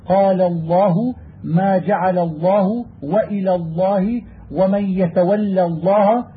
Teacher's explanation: كانت اللام مشددة أو مخففة، لام أخرى مفخمة أو حرف إطباق، وجبت المحافظة على ترقيق اللام الأولى لئلا تفخم لأجل التفخيم الذي بعدها